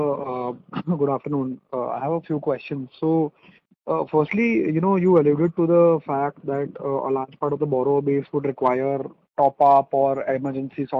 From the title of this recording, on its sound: Conference call with M-Cril